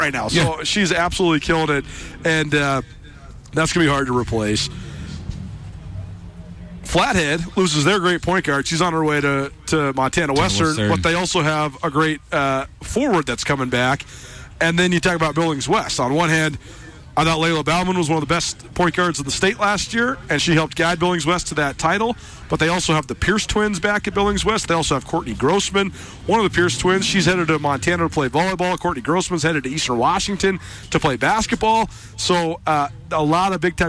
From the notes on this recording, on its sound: College Gameday Live! Live on location. In Missoula.